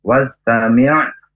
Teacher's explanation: harus wawunya langsung masuk ke huruf sin, tidak usah was, alifnya anggap saja tidak ada